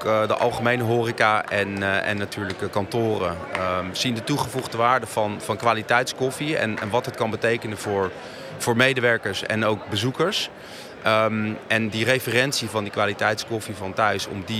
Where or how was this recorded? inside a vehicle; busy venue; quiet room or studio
busy venue